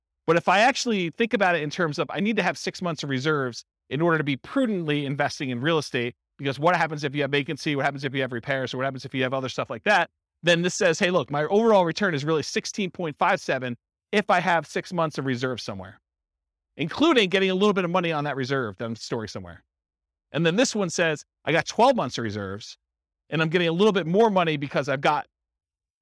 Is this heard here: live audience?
yes